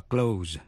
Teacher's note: Danh từ close, chữ S đọc là z. · Term: âm z